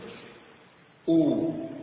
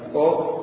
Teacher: pengucapan huruf yang berharokat dhamma dengan menghimpun kedua bibir · Shown in: first take